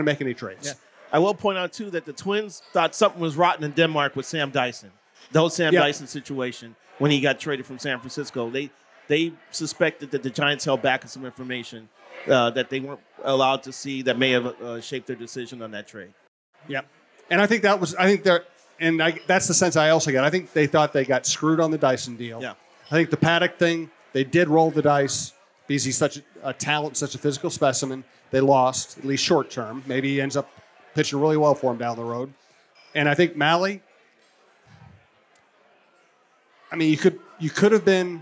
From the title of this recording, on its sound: Live from The Loon